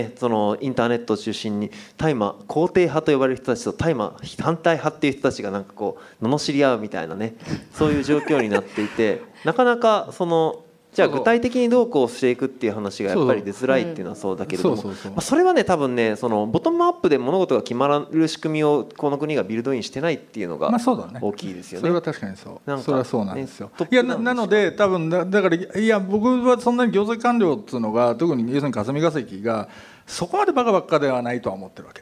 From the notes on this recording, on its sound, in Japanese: 刊行記念イベント として実施された、 【Weed the People上映会＋こんにちは未来 公開収録】。